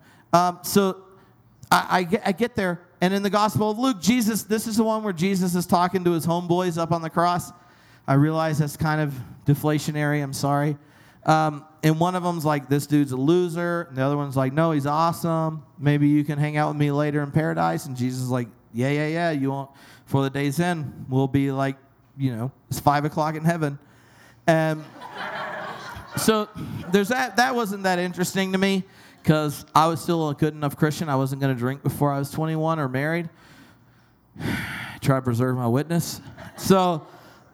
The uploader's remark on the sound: LIVE at Grandma's House Brewery. LIVE at Grandma's House Brewery , the Denver Brew Theology community kicked off a #TheologyBeerCamp pregame special.